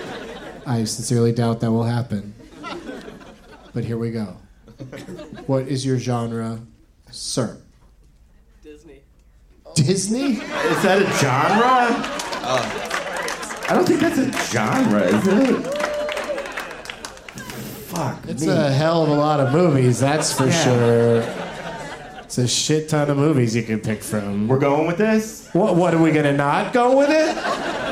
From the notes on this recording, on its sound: Live from The Punch Line in Sacramento.